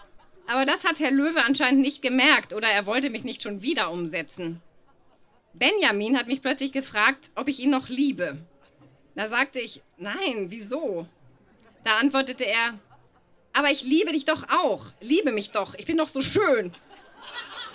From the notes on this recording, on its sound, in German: Ausschnitte aus der Veranstaltung auf dem Flux Bergfest 22.08.2018 im FluxBau, Berlin. Liveshow auf dem Flux Bergfest 22.08.2018 im FluxBau, Berlin. Heißen Dank an den FluxFM, unser tolles Publikum.